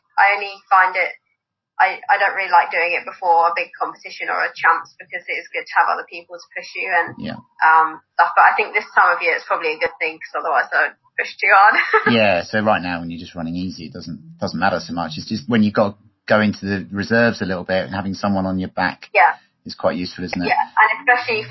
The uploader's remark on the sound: On Zoom and recorded it.